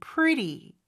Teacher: 일반적으로는 요 T 발음은 모음 소리 사이에 껴서 real처럼 pretty 이렇게 발음이 됩니다. 그래서 앞에 R하고 요 뒤에 부드러운 발음하고는 좀 구별해서 발음해 주시는 게 좋아요.